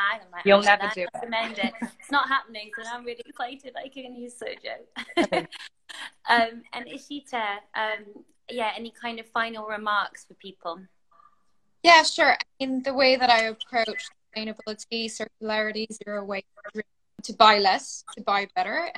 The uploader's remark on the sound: This Talk is part of an Instagram Live Series